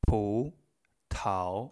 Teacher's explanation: Se nota que sale mucho aire de mi boca para los dos consonantes p y t.